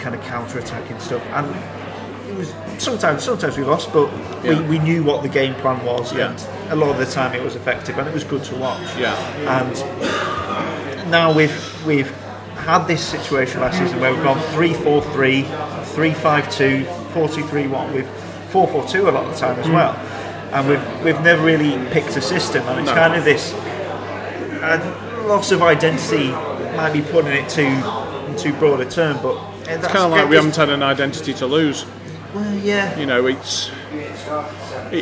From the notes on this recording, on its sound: I went to the excellent Glebe pub. As you might expect with the interview being recorded in a pub on a Saturday night, there’s a fair bit of background noise.